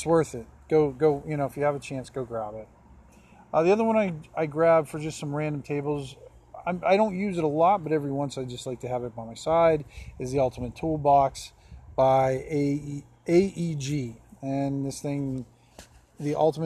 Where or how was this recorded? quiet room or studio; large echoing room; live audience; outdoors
outdoors